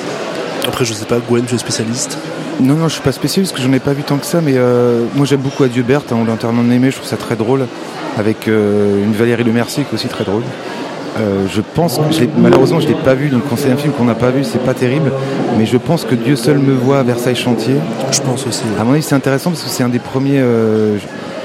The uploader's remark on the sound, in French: Toute cette semaine, nous sommes installés dans le hall du Centre des Congrès, à l’occasion du festival Premiers Plans.